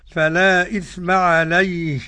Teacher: فلا إثم عليه، إذا وقفنا لا صلة، إذا وصلنا يبقى ابن كثير يصل الهاء بمقدار حركتين